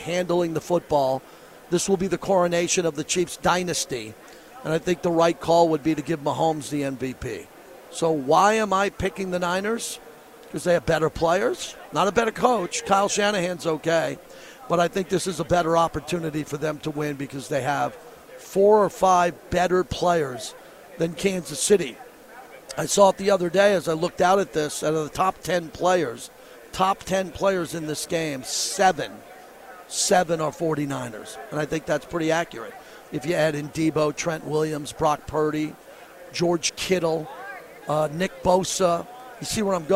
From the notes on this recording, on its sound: LIVE FROM RADIO ROW